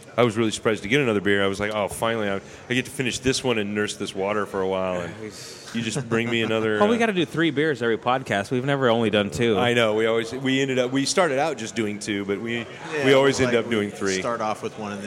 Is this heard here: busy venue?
yes